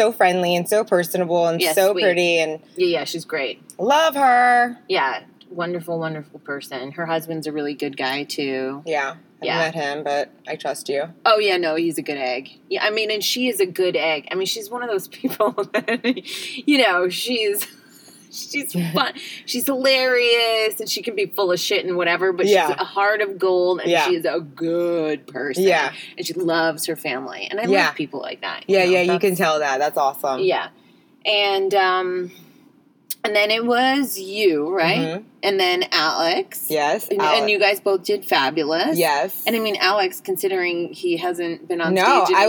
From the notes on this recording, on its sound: She had to be in the car for the New York City street sweepers!